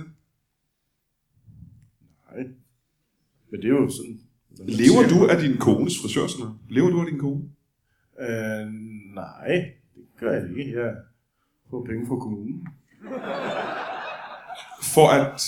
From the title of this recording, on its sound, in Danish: LIVE fra Aalborg